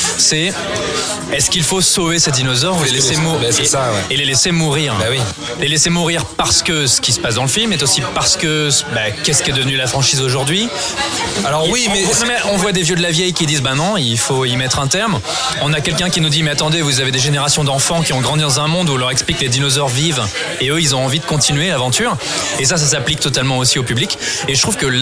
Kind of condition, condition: setting, busy venue